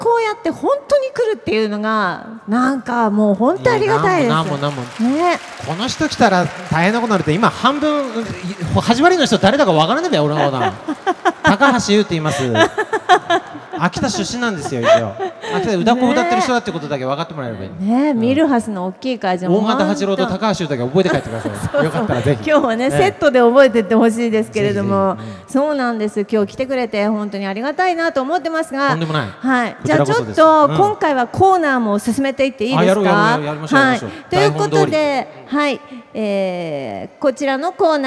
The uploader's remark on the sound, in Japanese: 会場ではスタッフを巻き込むハプニング？も…？イオンモール秋田にて行われた公開収録。